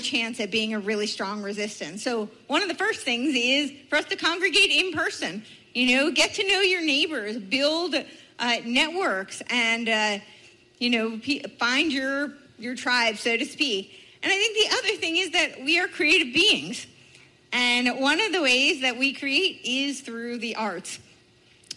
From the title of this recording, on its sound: Speaks At Fall Freedom Fest